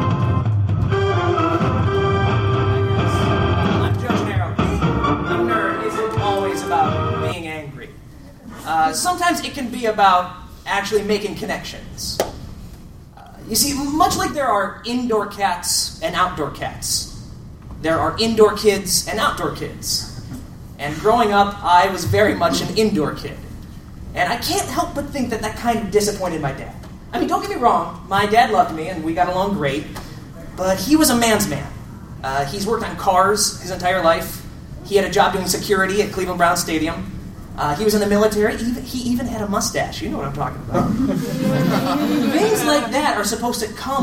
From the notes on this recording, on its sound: Live at Project Comic-Con, St. Louis. As it happens I recorded the show.